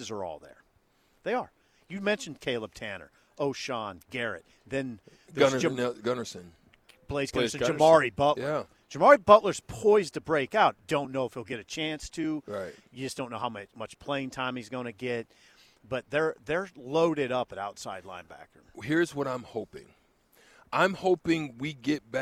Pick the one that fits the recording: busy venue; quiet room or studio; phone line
busy venue